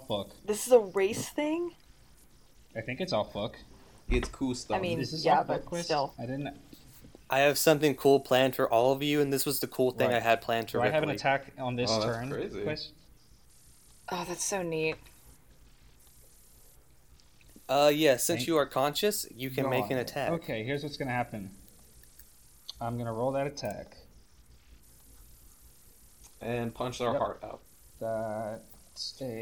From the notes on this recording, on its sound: Some more unfortunate audio issues this episode